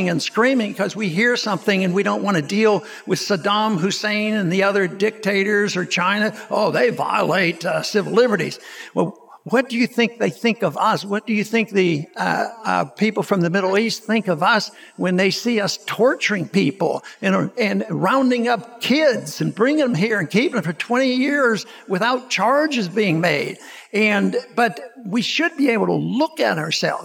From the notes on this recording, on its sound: Recorded at the Mises Circle in Houston, Texas, on 30 January 2016.